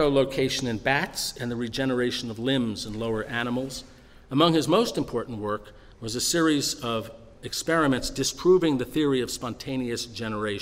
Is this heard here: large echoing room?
yes